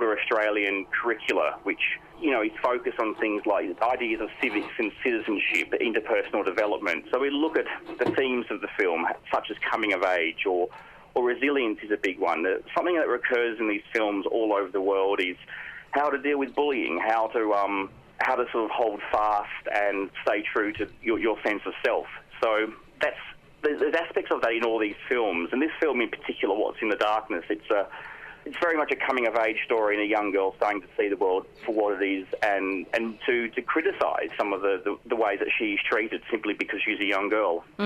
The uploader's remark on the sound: on the line